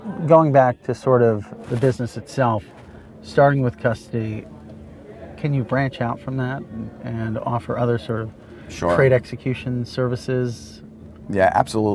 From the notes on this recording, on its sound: Recorded at Paris Blockchain Week 2023.